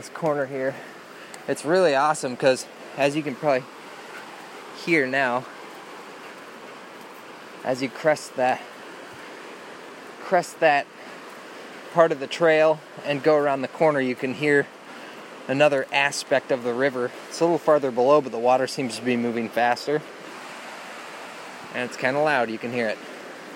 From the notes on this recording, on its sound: South Trails Pt. 1 - Carp River Loop. Walking Along da Carp. River Sounds.